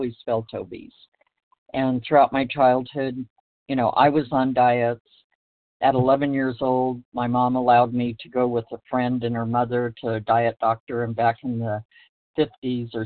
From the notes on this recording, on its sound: From the 100 Pounders Phone Meeting.